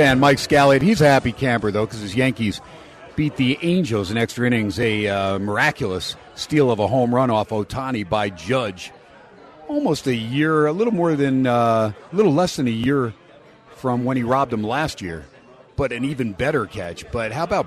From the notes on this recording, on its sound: SPORTSXRADIO ON HUMP DAY AT STEINERS PUB. "Live" from #SteinersPub. In Steiner's Pub for hour #2.